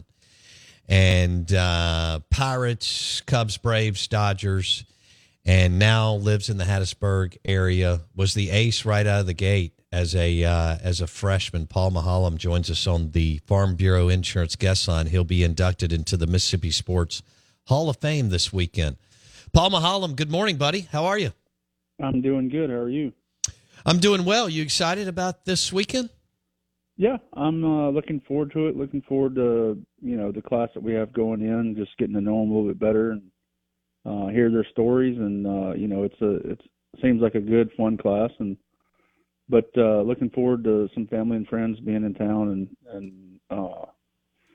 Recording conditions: phone line